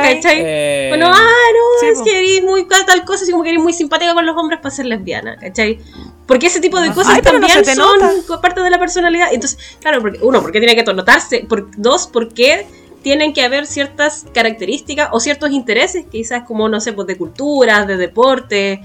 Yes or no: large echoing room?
no